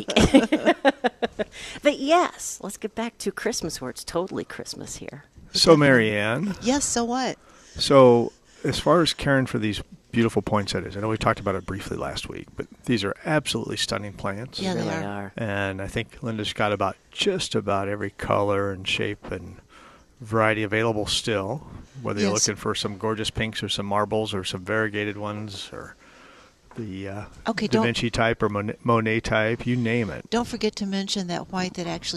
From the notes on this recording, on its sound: Plant Experts Live at Prairie Gardens 12-15-18.